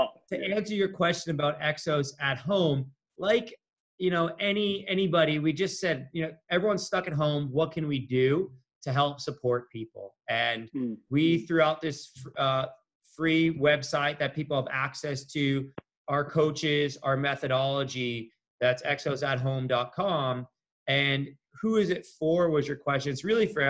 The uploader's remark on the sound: This episode was recorded via ZOOM during COVID-19 lockdown. We have tried to improve the sound as much as possible.